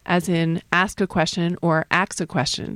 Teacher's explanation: So you get the two sounds switching places. Linguists call this process metathesis, where two sounds switch places. But people think it's that ask became ax, but actually ax became ask.